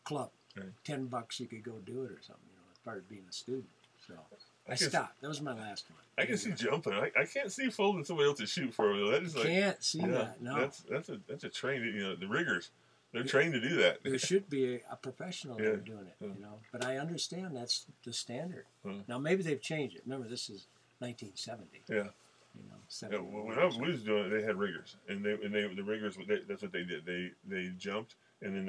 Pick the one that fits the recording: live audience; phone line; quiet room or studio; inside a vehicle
inside a vehicle